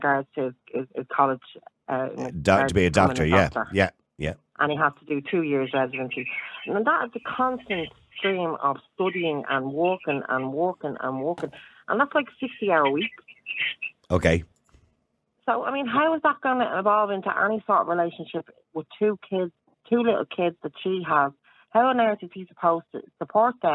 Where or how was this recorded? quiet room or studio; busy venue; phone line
phone line